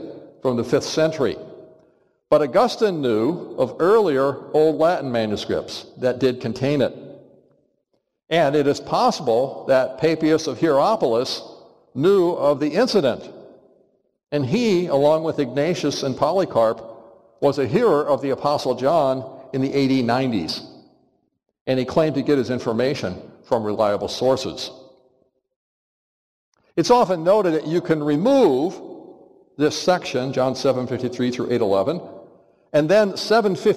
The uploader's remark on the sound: Which he preached in Hodges Chapel in spring 2022. For our annual Biblical Studies Lectures.